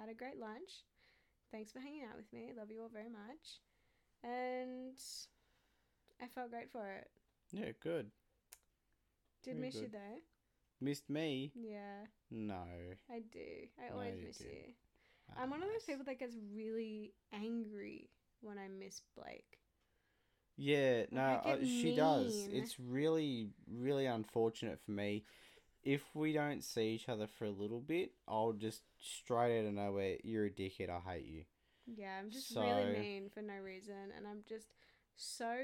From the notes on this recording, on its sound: Sorry for the quiet beginning and audio, we're still working on our setup